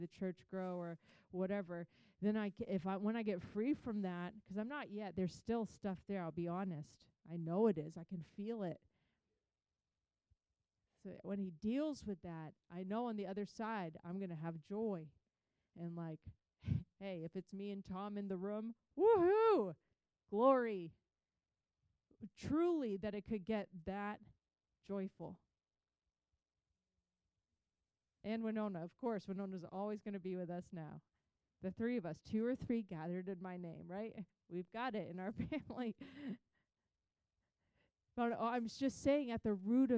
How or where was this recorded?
large echoing room